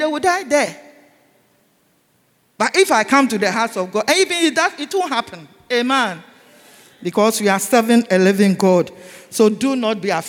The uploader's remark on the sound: Sermon preached at CBC Shiashie Campus